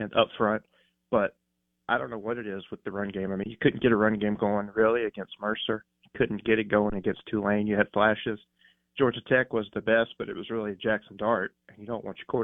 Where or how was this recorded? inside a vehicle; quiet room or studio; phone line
phone line